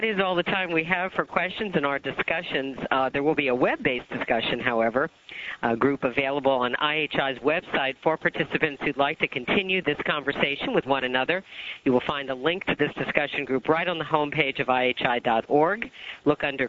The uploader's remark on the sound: August 2005 Author in the Room® Teleconference